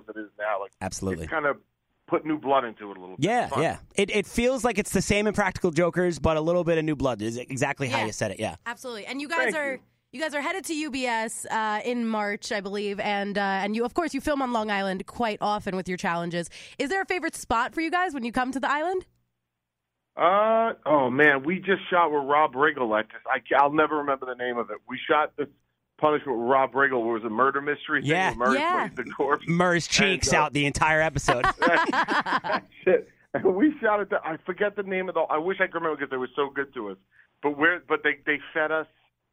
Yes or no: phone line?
yes